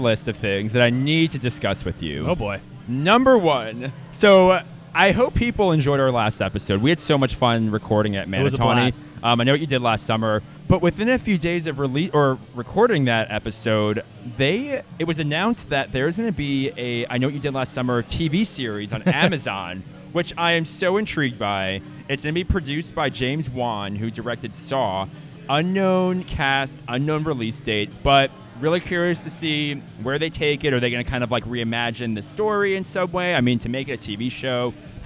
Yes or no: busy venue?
yes